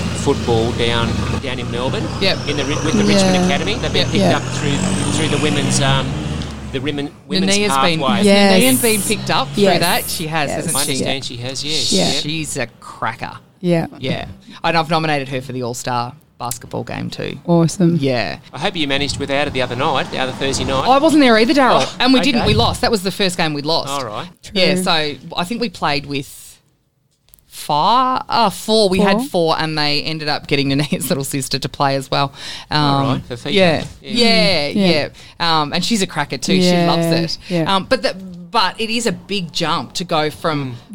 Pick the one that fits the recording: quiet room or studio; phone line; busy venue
busy venue